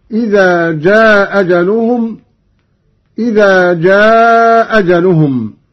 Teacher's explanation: قرأ قانون بإسقاط الهمزة الأولى وله القصر والمد هكذا: إذا جاء أجلهم، إذا جاء أجلهم.